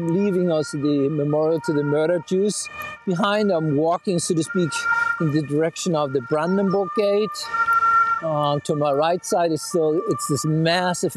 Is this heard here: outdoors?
yes